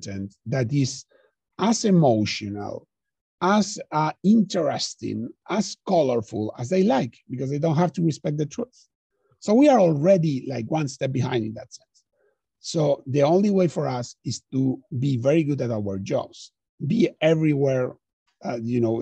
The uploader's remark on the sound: This episode was recorded as a live webinar on the 20th of October.